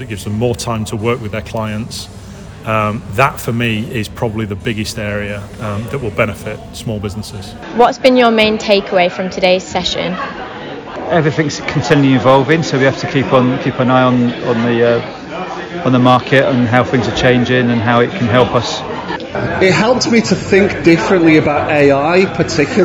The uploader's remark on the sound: This is the final episode in a three part mini-series about the Lion+Mason event at the Leeds Digital Festival 2023. Recorded on the day, you'll hear from a variety of event attendees as they they reflect on what they learned from the sessions.